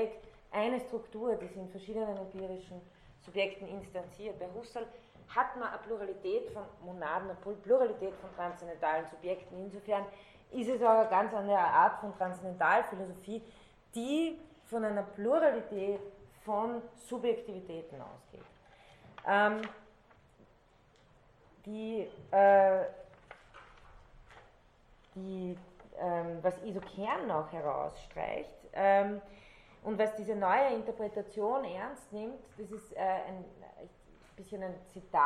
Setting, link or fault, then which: setting, large echoing room